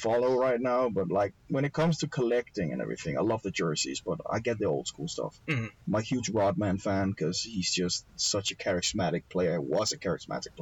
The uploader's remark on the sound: for some reason the audio came out really fucked up in this one, despite everything we tried the audio is still fucked, apologies!